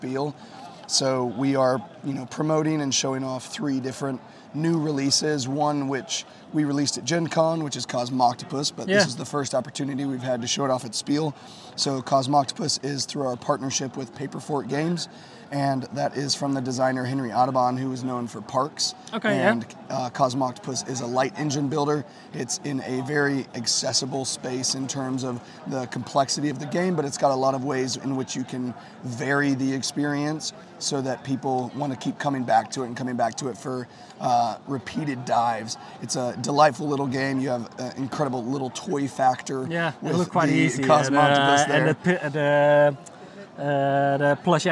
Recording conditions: busy venue